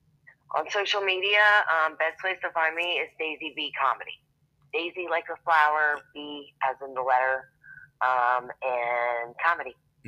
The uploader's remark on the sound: we switched to speaker phone, more steady connection